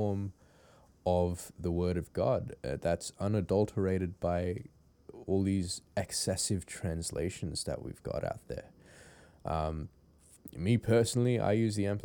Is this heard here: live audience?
no